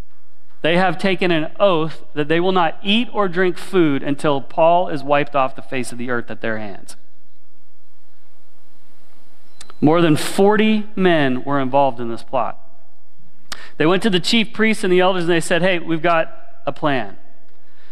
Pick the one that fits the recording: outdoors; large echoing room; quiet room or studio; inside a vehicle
large echoing room